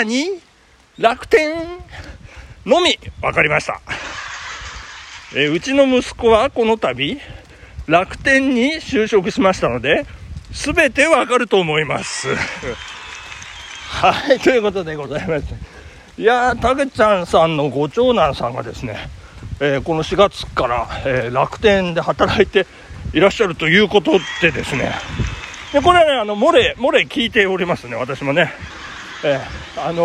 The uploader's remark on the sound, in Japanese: 朝ラン19℃。雨の中での収録。